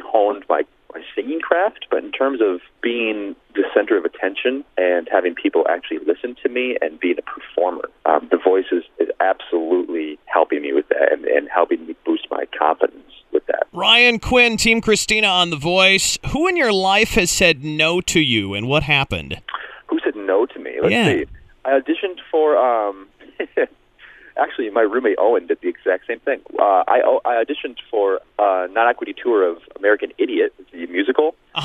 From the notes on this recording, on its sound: called into The Point Morning Show